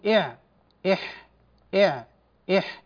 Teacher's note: وهو وسط الحلق بين الأقصى والأدنى، وهذا المخرج يخرج منه حرفان العين والحاء على هذا الترتيب، تقول إع إح إع إح، تجد أن الحاء بعد العين.